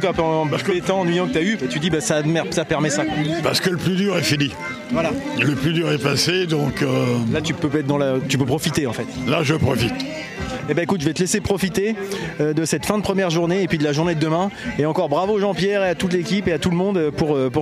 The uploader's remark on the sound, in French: L’EntrePod a de nouveau été convié à participer au festival de la BD de Dieppe qui s’est déroulé sur le front de mer, pour la 2e année consécutive. Nous n’avions pas de stand et je suis donc allé réaliser un épisode de « L’EntrePod de balade » en configuration nomade, prêt à dégainer le micro selon les opportunités !